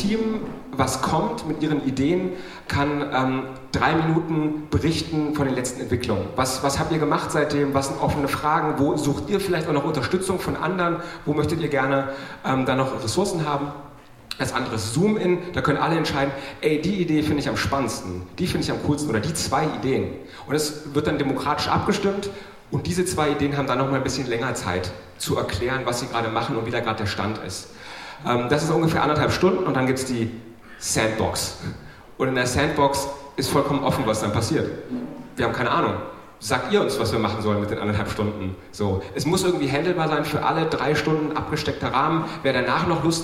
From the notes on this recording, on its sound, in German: Folge 15 – SPD Disrupt (live). Eine Folge SoziPod live von Disrupt SPD. Gespickt mit O-Tönen.